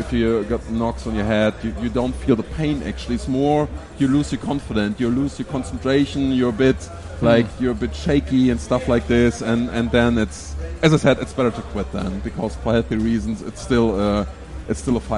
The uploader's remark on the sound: Live from Berlin. For the very first time we could present you a live-sports event in English.